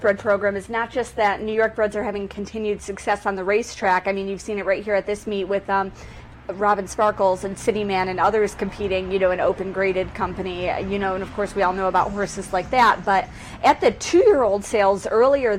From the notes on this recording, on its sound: live from Saratoga Race Course